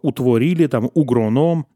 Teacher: В словах типа «утворили», там «угроном», даже если будет «утворили угроном» в акающем произношении, там все равно будет начальное «у», тоже вот такая вот особенность. · Term: начальный «у»